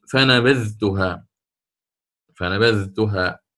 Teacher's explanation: يجب عليك أن تظهر الذال عند التاء · Term: الإظهار